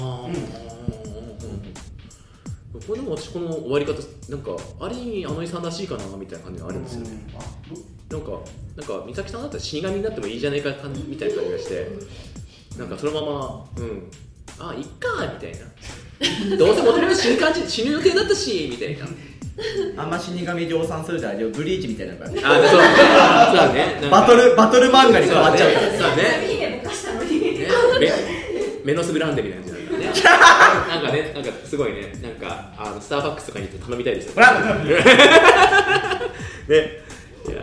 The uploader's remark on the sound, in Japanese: 広い部屋でマイク２本しか使っていないため、お聞き苦しい部分が多々ございます。